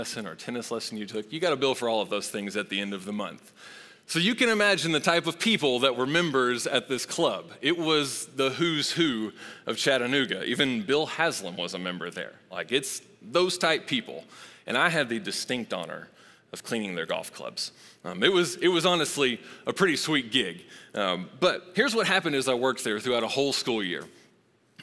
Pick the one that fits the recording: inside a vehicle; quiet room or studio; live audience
live audience